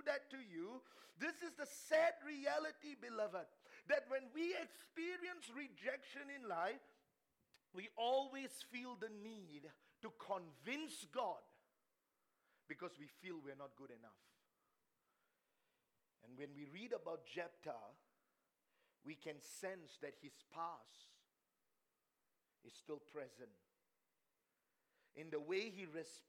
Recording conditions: live audience